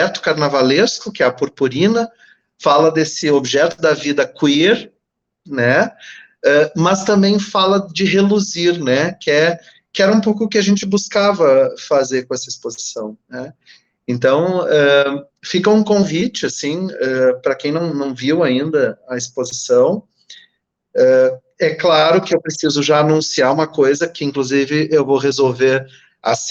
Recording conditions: video call